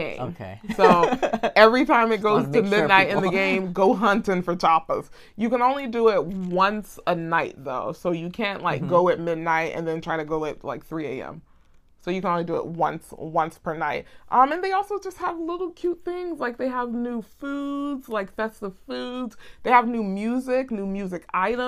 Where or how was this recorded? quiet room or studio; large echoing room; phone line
quiet room or studio